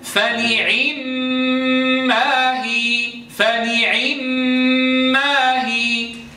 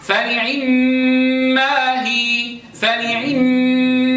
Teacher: لاحظوا كيف ينخفض الصوت ويكون صوت الكسرة ليس تاما، صوت الكسرة يعني زمنه مختصر · Shown in: second take · Term: نختلس الكسرة